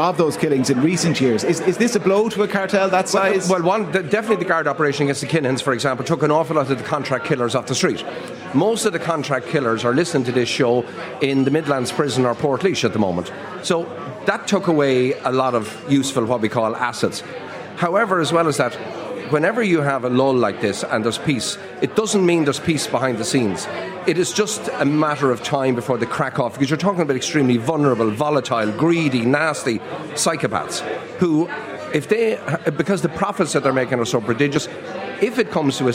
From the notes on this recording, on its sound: LIVE in The Palace Bar in Dublin